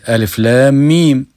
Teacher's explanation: إن الألف من أقصى الحلق واللام من وسط الحلق والميم من الشفتين · Term: مخارج الحروف